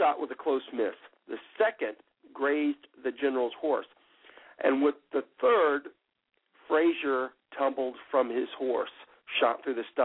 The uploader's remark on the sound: Call in Show